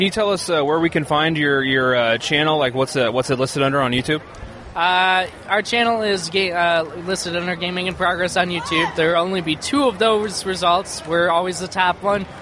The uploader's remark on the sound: Recorded live at Indy PopCon 2014